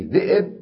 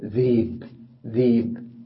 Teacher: هذا التسهيل، هذا لغة قريش لا تلفظ الهمز، يسمونه النبر وكانوا يكرهون النبر · Shown in: second take · فيقولون مثلا في ذئب ذيب ذيب.